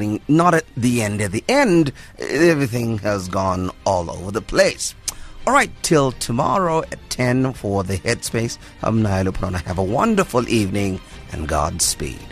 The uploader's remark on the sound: Guest on the phone. Guest in studio.